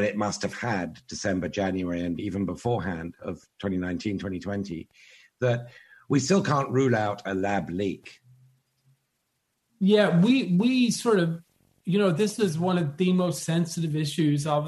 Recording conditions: video call